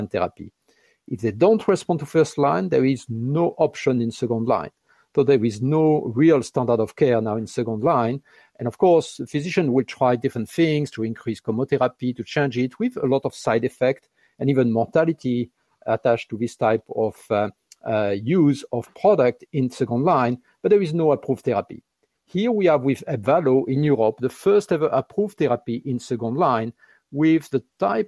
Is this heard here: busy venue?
no